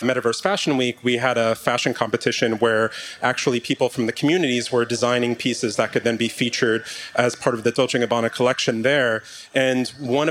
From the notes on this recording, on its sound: This conversation was previously recorded at Consensus this past year in Austin, TX. On the Consensus stage.